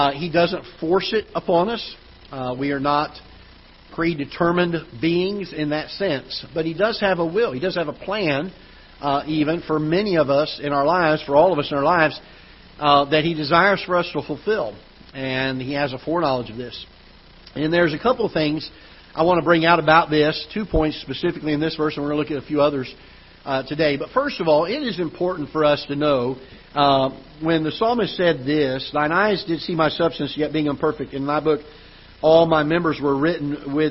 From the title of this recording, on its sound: Ketha Heights Baptist Church ~ Live Broadcast